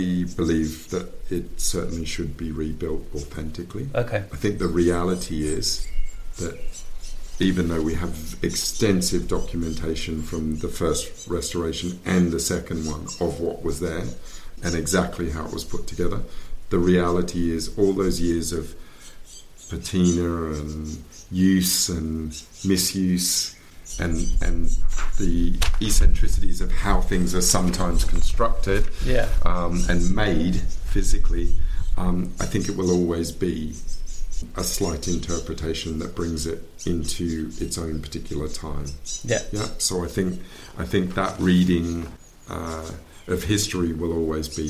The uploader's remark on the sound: (and some rather sweet special guests) on location at one of his current projects in the verdant countryside of East Sussex.